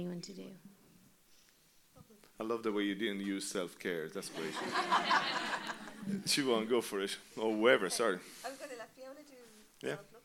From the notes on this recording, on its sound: Recorded live at The Whale Theatre in Greystones, Co. Wicklow, Ireland.